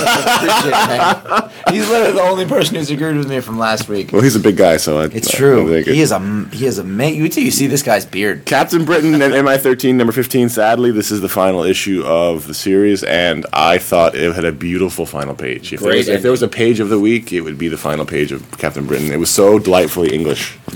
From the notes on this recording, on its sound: we record from the San Diego Comic Con